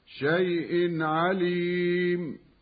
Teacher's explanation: الياء من شيء تسمى حرف لين لا مد فيه وصلا، والتنوين قبل العين إظهاره يسمى إظهارا حلقيا